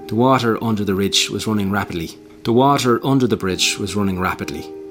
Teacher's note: But the end of water and under, I don't say R, water, under. Whereas in the North Dublin accent, you would say all of the R's.